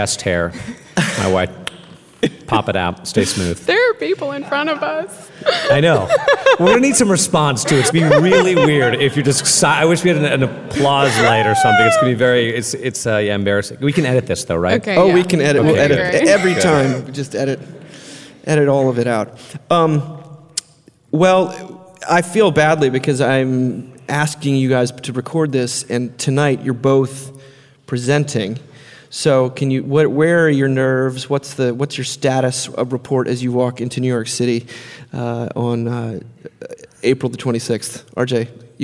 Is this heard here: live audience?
yes